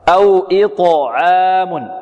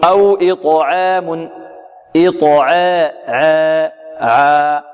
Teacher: أو إطعام إط الطاء هنا مقلقلة ومفخمة إط إط لا نقول إط تقلقل بدون تفخيم جيد لا تقلقل وتفخم تفخيما جيدا. والعين مرققة والألف بعدها كذلك مرققة لأن الألف تتبع ما قبلها · Shown in: first take · أو إطعام ولا نقلل هذه الألف.